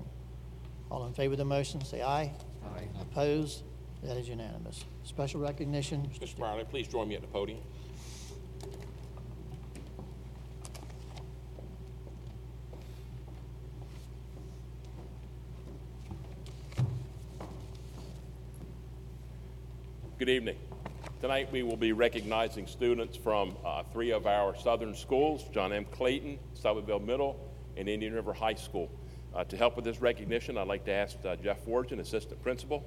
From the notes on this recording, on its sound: An audio recording of the Board of Education regular meeting on March 25, 2019.